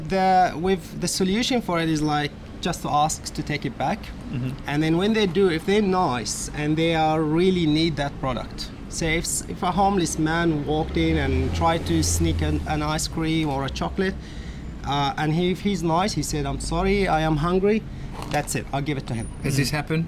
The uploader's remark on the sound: Live From Redfern Convenience Store